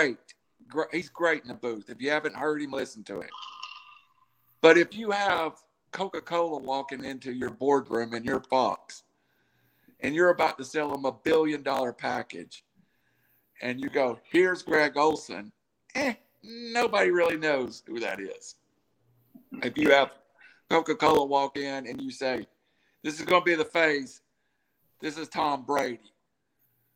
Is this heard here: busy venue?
no